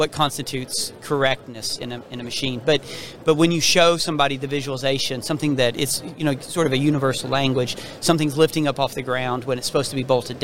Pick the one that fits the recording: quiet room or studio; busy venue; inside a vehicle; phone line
busy venue